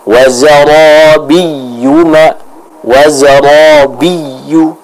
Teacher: Yang pertama adalah bagaimana kita membaca huruf ya yang bertasydid. Maka huruf ya yang bertasydid ini dibaca dengan apa? Dengan an-nabr, yaitu adanya tekanan pada suara kita.